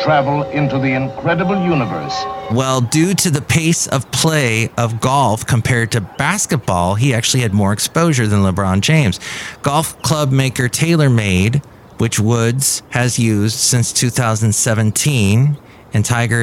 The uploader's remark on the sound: podcasts live from Café Anyway